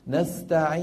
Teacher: أنا الآن تعمدت أن أخرج غنة من الخيشوم